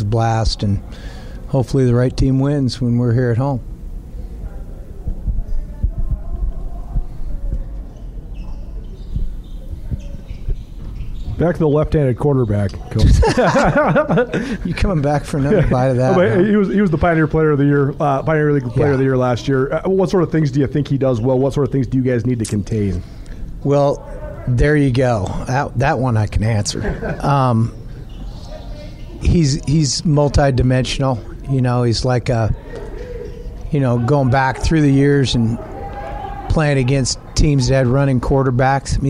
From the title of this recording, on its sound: Montana Griz press conference